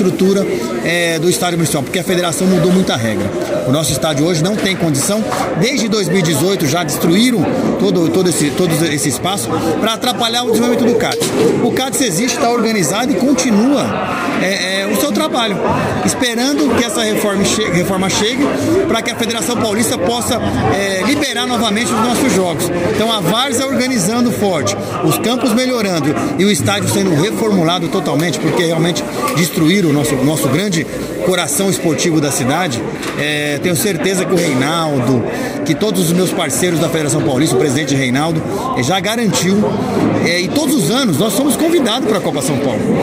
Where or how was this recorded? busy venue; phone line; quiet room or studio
busy venue